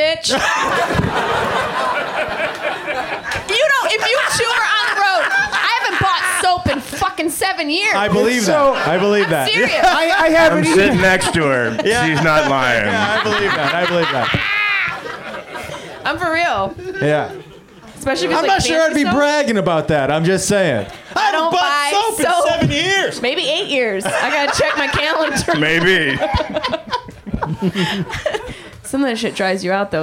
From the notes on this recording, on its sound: Live from the UCB Franklin in LA